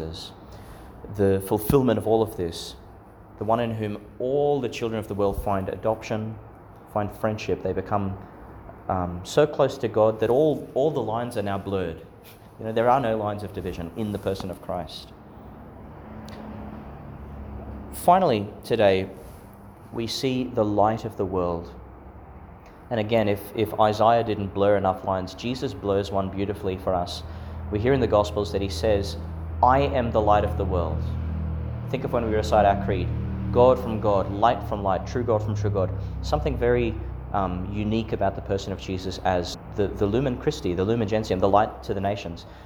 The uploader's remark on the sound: Homily for Epiphany Sunday, Christmastide, delivered at St Peter Chanel Church, Miriam Vale, Qld.